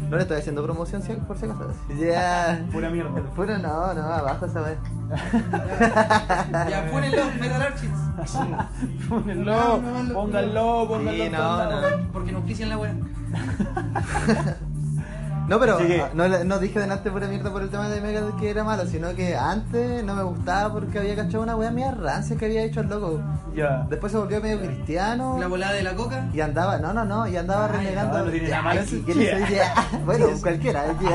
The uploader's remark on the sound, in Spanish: Grabado con un teléfono, cervezas y estupefacientes.